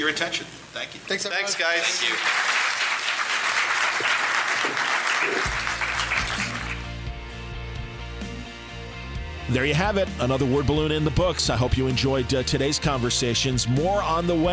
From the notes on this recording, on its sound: The Batman V Superman Panel from Cincy Comicon.